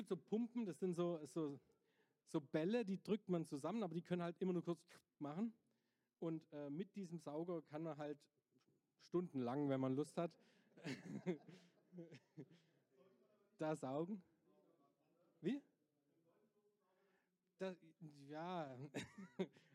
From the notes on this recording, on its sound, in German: Hackwerk-aalen-geekend22. Aufgezeichnet und gestreamt vom c3voc und winkekatze.tv.